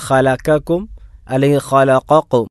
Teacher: ഒന്നെങ്കിൽ ഖലഖക്കും അല്ലെങ്കിൽ ഖലഖക്കും, രണ്ടും ഖാഫായിട്ടോ രണ്ടും കാഫായിട്ടോ ഉച്ചരിക്കാം